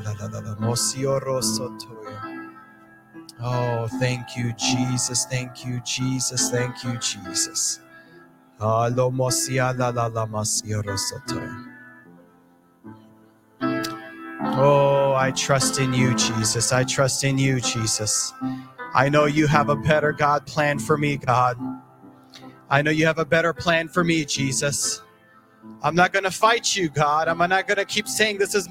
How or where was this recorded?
large echoing room